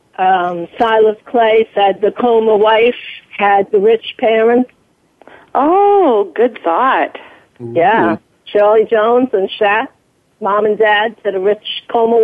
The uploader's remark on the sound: We're opening the phone lines for fans to call. Soap Central Live airs every Friday at 6pm Eastern/3pm Pacific on the Voice America Talk Radio Network.